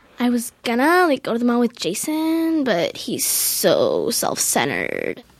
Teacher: somewhere between halfway and the very end of the phrase, something happens to their voice as if they had a catch in their throat